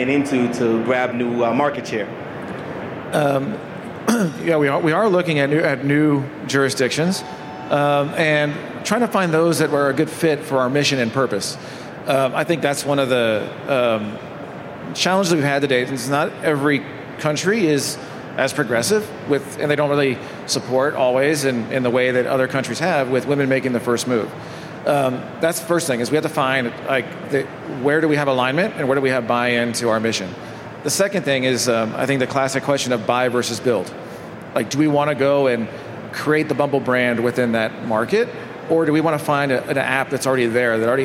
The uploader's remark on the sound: LIVE FROM MONEY 20/20. Live from the Money 20/20 Garage Stage.